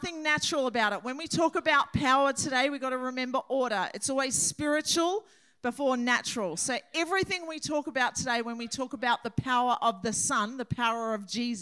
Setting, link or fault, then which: setting, large echoing room